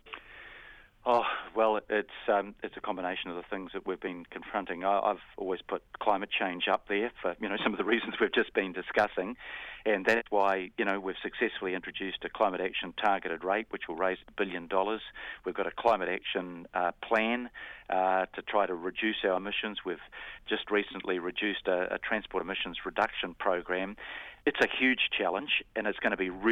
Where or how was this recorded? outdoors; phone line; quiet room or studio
phone line